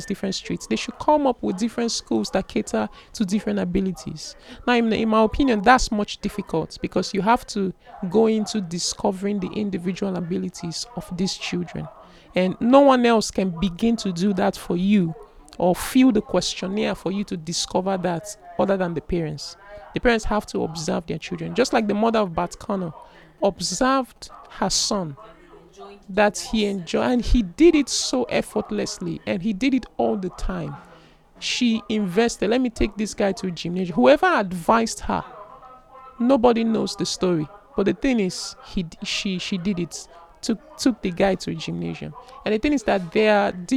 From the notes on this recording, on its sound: I apologize for the background noise. I was in the ladies' room just to show them what I newly had discovered and then we started talking. I hit the record button and then this happened.